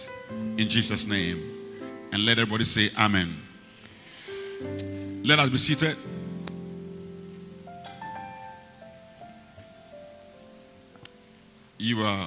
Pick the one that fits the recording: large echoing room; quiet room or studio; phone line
large echoing room